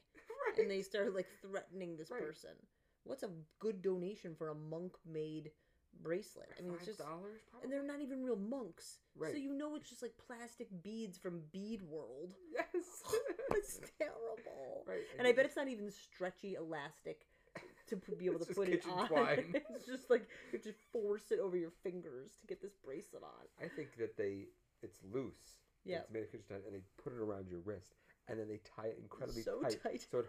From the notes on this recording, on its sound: I forgot to turn the mic on when we recorded this so turn up the volume!